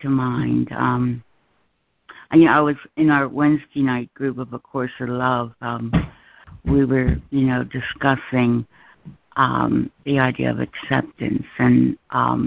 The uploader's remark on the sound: ACIM Daily Conference Call.